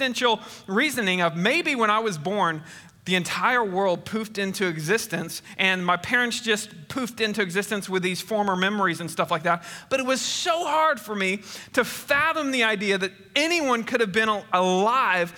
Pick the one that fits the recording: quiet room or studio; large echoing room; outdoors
large echoing room